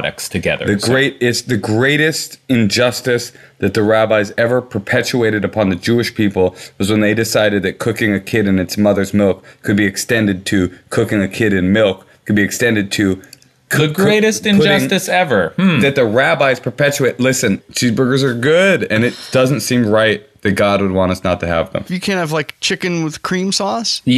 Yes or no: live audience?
no